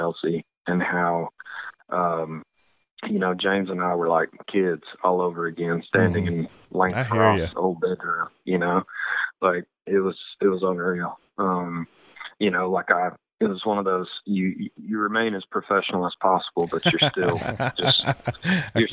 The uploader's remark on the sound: joined on the phone